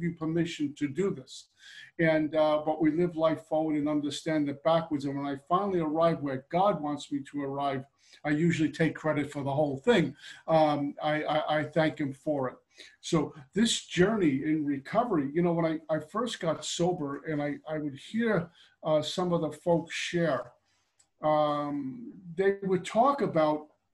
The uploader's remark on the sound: Gives a zoom pitch on Steps 2-3 for The Backroom Group out of Hamilton, Ontario.